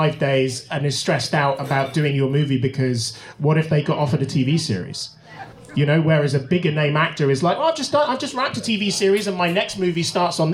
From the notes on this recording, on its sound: This episode of the podcast was recorded live at Orleans Restaurant in Davis Square as part of the 44th Annual Boston SciFi Film Festival.